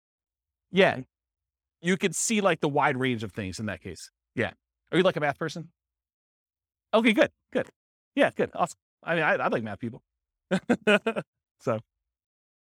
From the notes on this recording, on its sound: This was a live class recorded